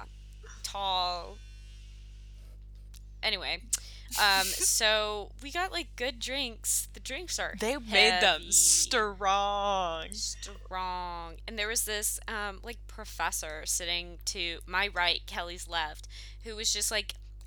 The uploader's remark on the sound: It's been a moment since we last posted due to settling into Lacoste, classes, and excursions. We apologize for the electric hum in the background. An old Medieval village ain't the best place to record, apparently.